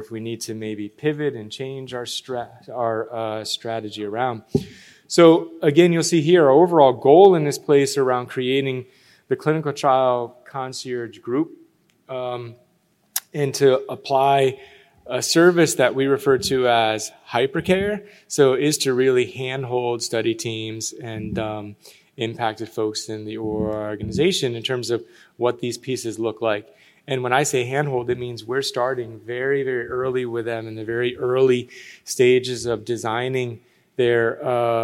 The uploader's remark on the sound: In this session recorded at DPHARM 2022.